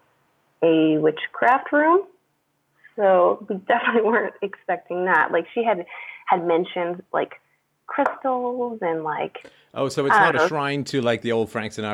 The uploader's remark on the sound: Freedomain Call